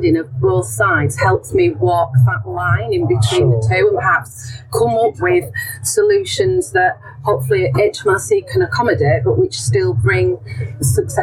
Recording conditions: background noise